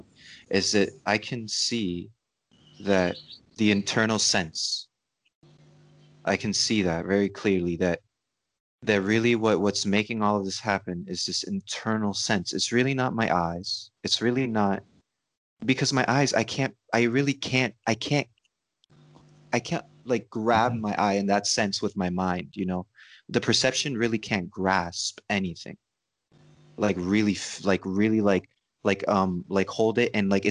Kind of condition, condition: link, video call